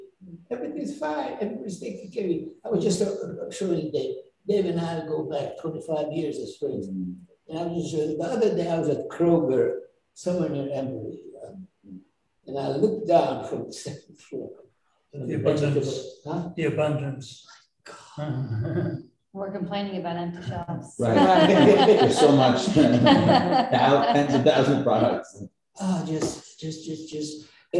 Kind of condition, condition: setting, live audience